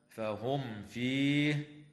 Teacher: وتظهر الميم الساكنة عند الفاء